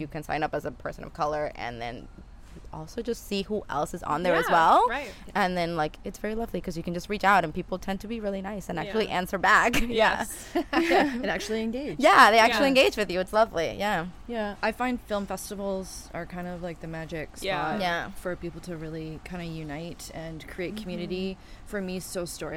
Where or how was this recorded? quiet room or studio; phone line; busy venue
busy venue